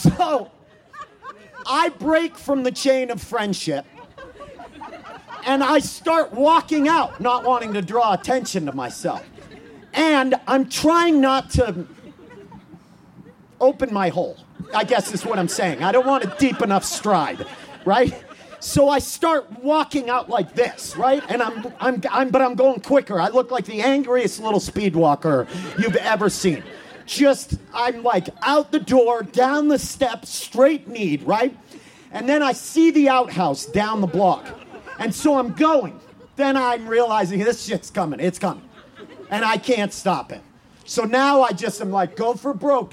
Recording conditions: live audience